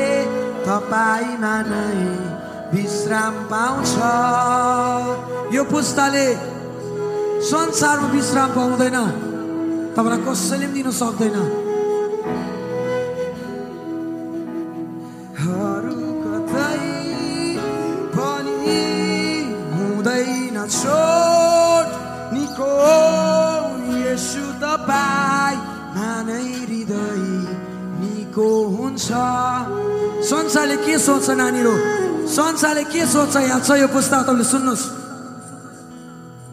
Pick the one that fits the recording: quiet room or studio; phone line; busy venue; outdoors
busy venue